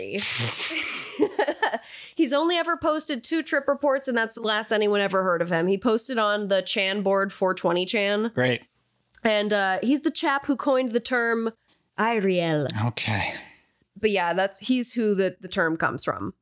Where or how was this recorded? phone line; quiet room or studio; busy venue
quiet room or studio